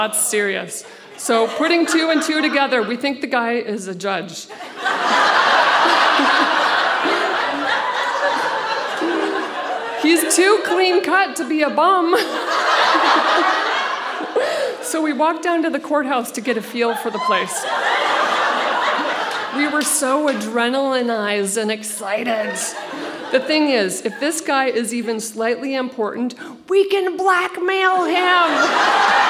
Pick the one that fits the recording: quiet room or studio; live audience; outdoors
live audience